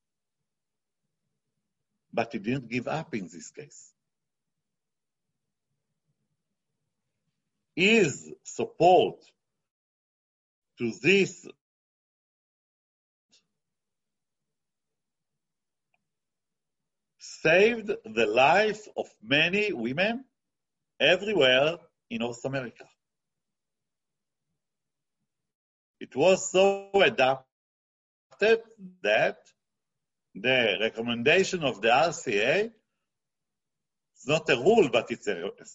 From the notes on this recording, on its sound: This ZOOM presentation.